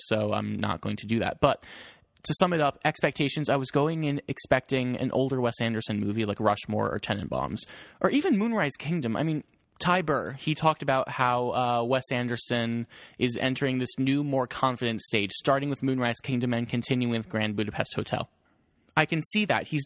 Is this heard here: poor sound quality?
no